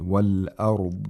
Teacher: when we stop on it, we have to make sure that there's no qalqala, and the sound of dad is lengthened. The consonant is lengthened a little bit. · Term: istitala of the dad